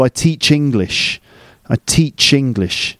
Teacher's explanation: the ch at the end of teach and the ing at the beginning of English combine and you get ching. · Term: consonant to vowel linking